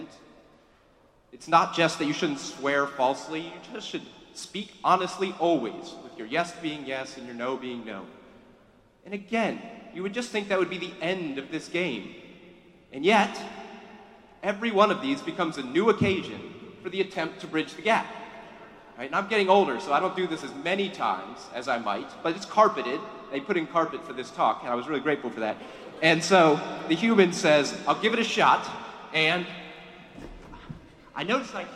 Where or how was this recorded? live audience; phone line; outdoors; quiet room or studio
live audience